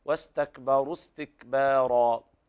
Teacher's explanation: الراءات كلها مفخمة لجميع القراء